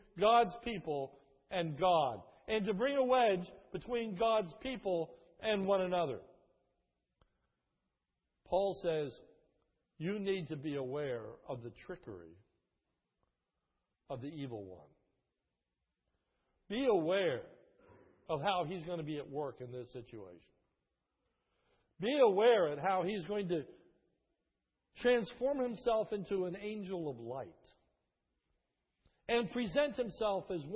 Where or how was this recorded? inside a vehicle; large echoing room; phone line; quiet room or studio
large echoing room